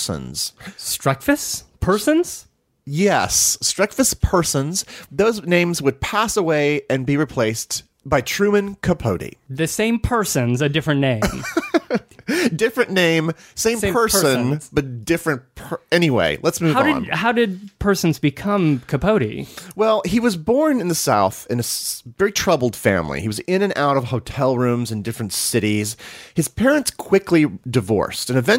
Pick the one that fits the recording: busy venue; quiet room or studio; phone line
quiet room or studio